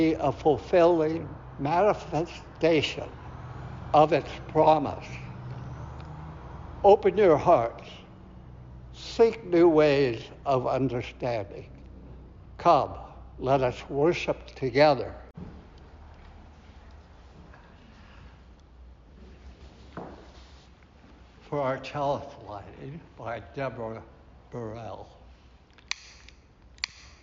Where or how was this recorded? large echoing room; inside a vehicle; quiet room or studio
large echoing room